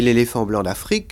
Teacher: Quand je dis l'éléphant blanc d'Afrique, il est passé sur fric, puisque le muet tombe · Term: accent tonique